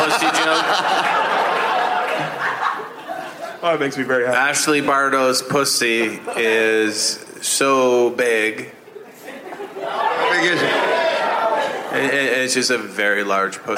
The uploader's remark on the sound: Live from SXSW in Austin TX